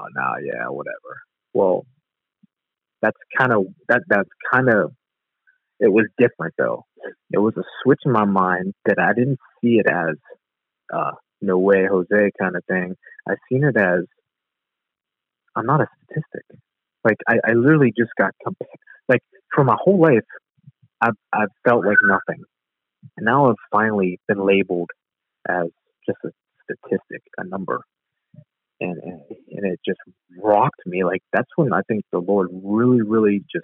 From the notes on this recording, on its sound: Location: Phone Interview